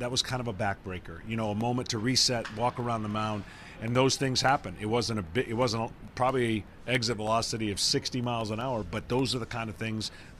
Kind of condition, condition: setting, busy venue